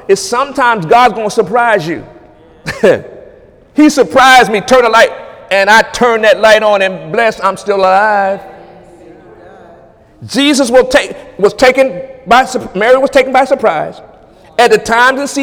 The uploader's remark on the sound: During Wednesday night service on December 20, 2017. During Wednesday night service on December 20, 2017.